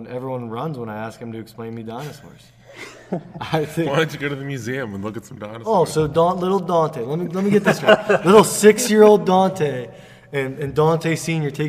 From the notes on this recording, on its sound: go live from center stage of the gym, on the Reverse Hyper Machine!